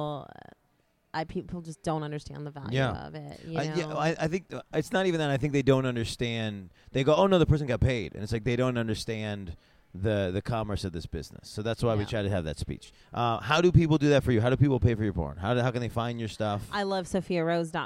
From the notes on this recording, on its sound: talk during Exxxotica in New Jersey